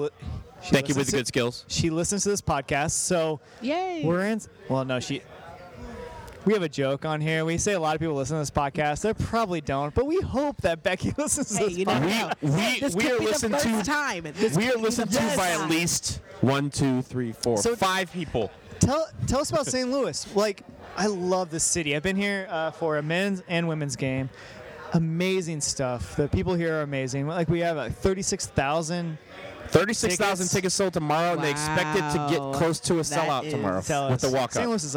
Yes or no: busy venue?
yes